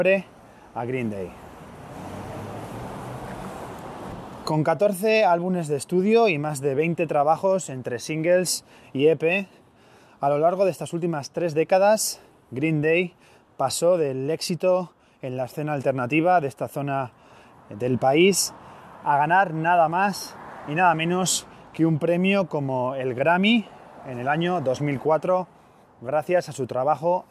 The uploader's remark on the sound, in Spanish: Un nuevo episodio grabado a pie de calle desde otro de los lugares más emblemáticos del Punk-Rock norteamericano. Telegraph Avenue, en Berkeley, California.